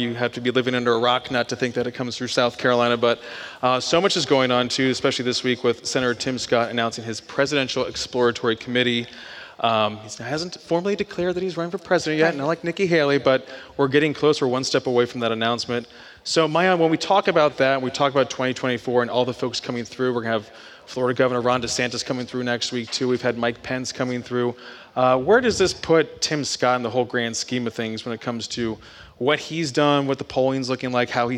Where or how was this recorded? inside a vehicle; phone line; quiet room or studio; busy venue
busy venue